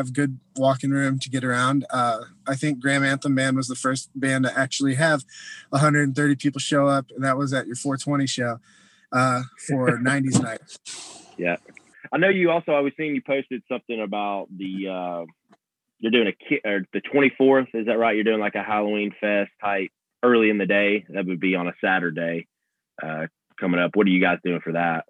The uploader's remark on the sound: Phone interview. From Ridenour Rehearsal Studios.